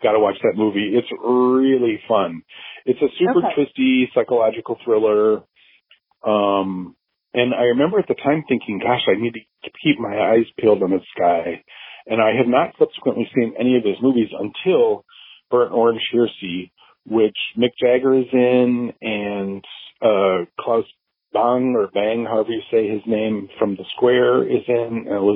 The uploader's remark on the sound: the conversation was recorded using Google Voice so while it isn't perhaps as crystal clear as some of the others